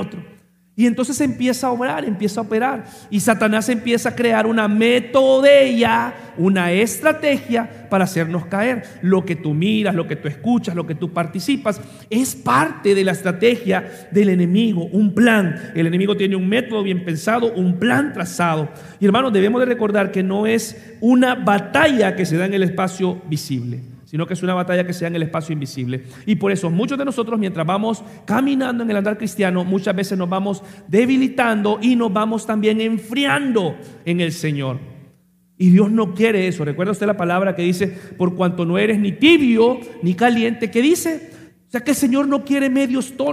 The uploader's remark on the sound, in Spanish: Mensaje grabado en vivo, en la Iglesia El Faro La Ceiba.